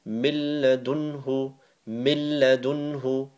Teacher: So you miss the noon, sakin out, meem goes and joins to the ra, so it is idgham, but you don't make the ghunna